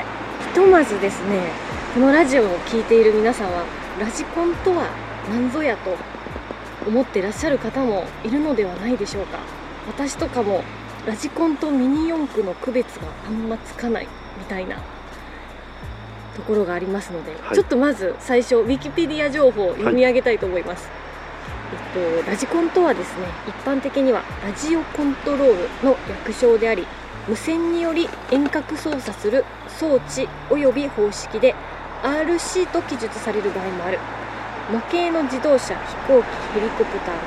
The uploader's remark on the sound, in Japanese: PINE BEACH RC RACEWAY。レース場の横で収録させていただきました！レース場の熱気も相まって。